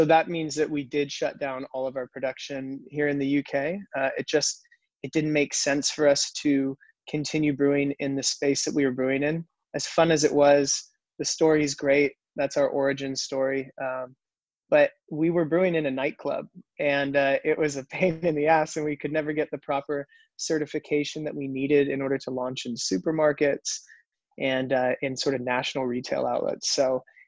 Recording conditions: video call